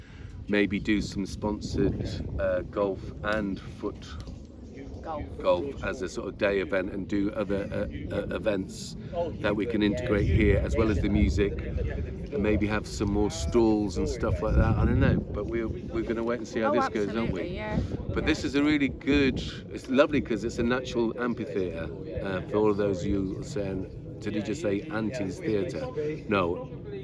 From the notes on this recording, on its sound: checks in from setting up the Unlock Reset part 2 festival at the Pitch and Putt in Monkton Park, Chippenham